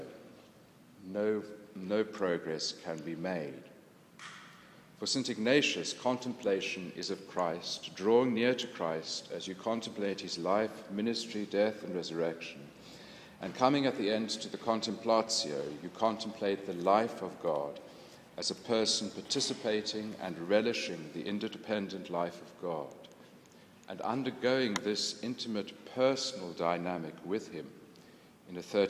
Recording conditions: large echoing room